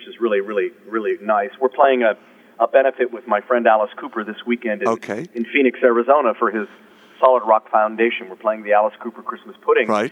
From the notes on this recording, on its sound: In this phone interview